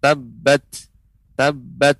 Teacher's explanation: ini tak sukun maka dia ada keluar nafas sedikit